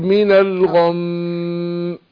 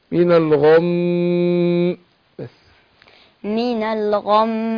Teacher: لان الميم بتخرج من طباق الشفتين وهنا مشدده فتاخد غنة حركتين. فقول مين الغم، لكن قول غم لا ما افتحهاش كده يعني ما افتحش الشفتين خلاص، هي طباق الشفتين معديها الغنة حركتين.